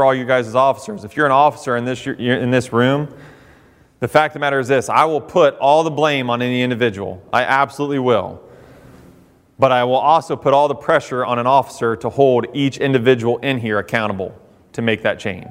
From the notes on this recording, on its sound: Addresses an audience containing both professional firefighters and firefighter recruits on the campus of Central Ohio Technical College in Newark.